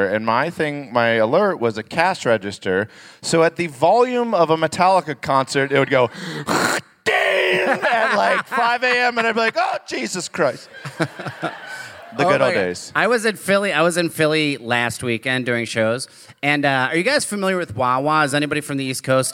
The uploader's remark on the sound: Live from Minneapolis